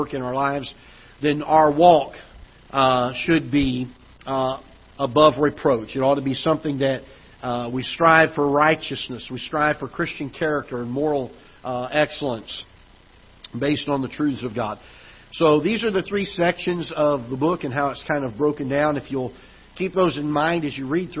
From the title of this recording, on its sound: Ketha Heights Baptist Church ~ Live Broadcast